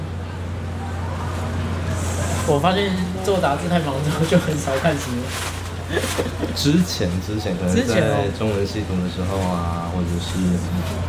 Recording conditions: busy venue